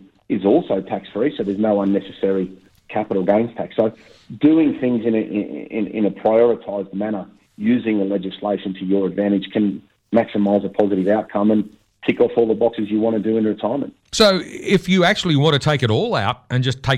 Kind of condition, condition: link, phone line